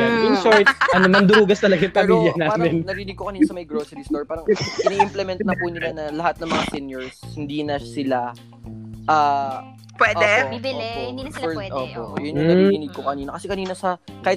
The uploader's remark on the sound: we've encountered some technical difficulty